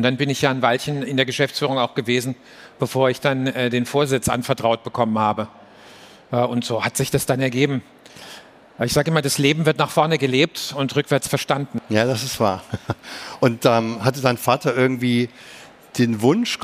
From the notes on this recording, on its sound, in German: Live aufgezeichnet auf der Mainstage der COPETRI CONVENTION 2023